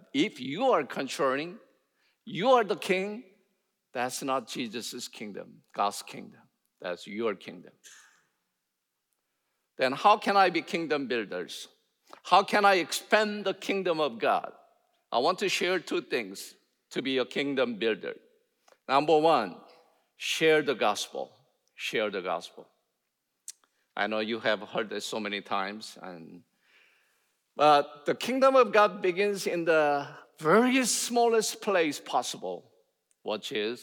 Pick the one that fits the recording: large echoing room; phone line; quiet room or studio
large echoing room